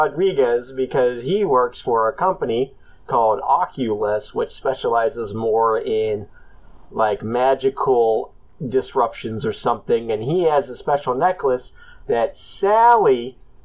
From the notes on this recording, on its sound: Today's episode is riddled with some audio quirks, but we press on!